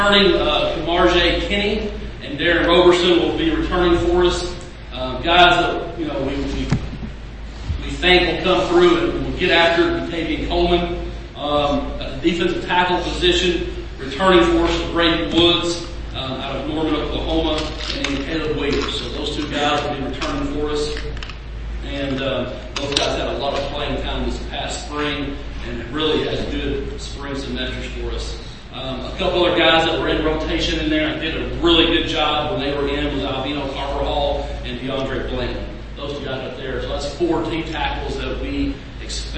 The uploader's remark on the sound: I attended the Southwest Junior College Football Conference (SWJCFC) Media Day, where all the conference coaches took a turn at the podium